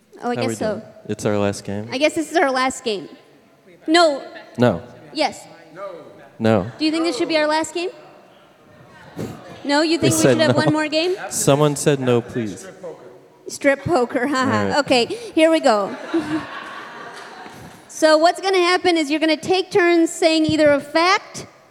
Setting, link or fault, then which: setting, live audience